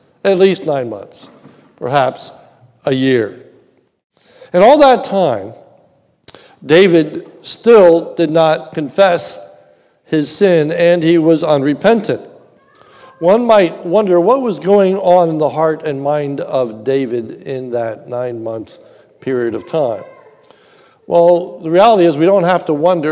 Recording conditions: large echoing room